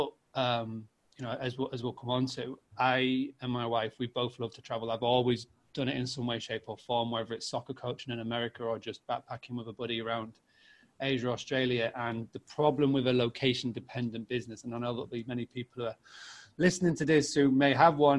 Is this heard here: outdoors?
no